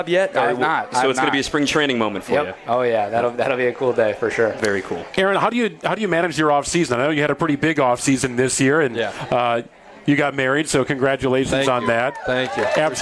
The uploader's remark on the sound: live from Dugout 54 in Milwaukee